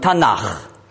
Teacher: Das K, wenn ein Vokal davor ist, wird weich ausgesprochen als Ch.